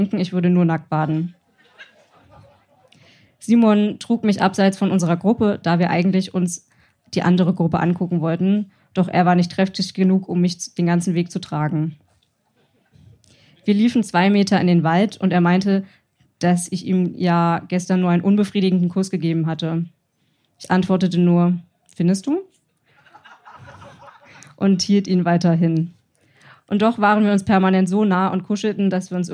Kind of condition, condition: setting, live audience